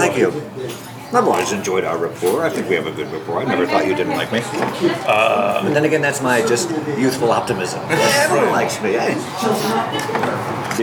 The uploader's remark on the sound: at Rutt's Cafe in West LA